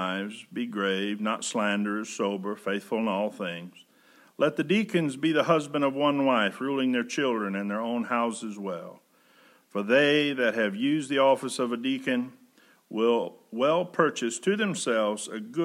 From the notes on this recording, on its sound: Preached May 31, 2020 at General Baptist Church God's House of Prayer in Fairborn, Ohio.